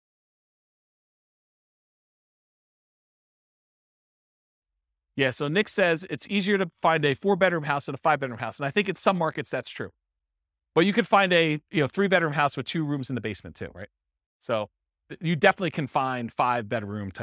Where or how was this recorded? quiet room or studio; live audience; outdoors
live audience